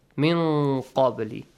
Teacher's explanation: Ikhfa, hide the sound, but with a heavy letter